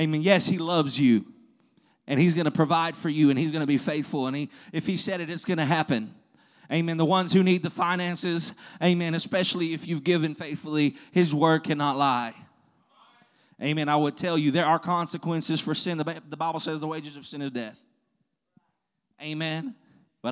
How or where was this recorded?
large echoing room